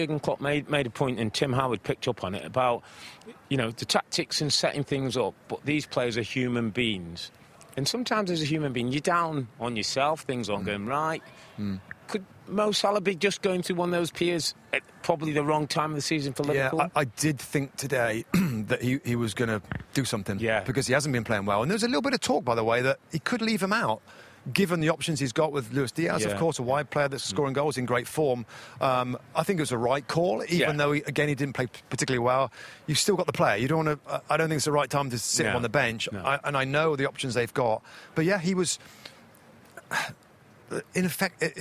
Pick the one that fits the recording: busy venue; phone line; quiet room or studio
busy venue